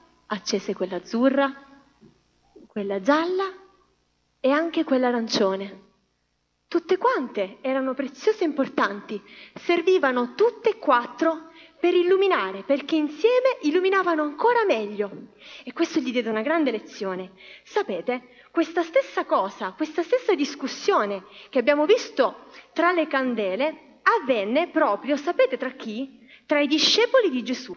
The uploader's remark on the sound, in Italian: Registrazioni dal vivo della storia dedicata ai bambini durante il sermone sabatico della chiesa cristiana avventista del settimo giorno di Forlì.